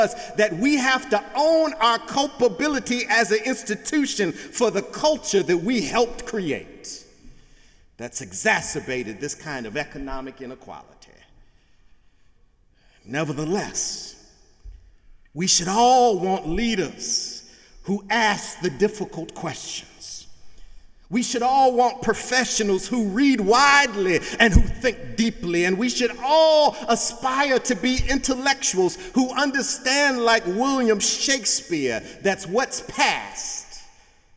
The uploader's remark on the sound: Sunday sermon September 3, 2017 in the Memorial Church of Harvard University